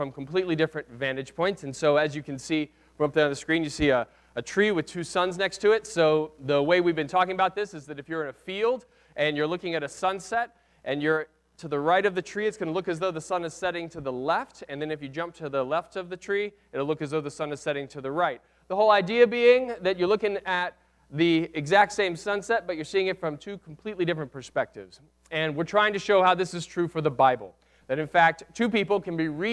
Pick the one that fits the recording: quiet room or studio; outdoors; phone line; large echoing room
large echoing room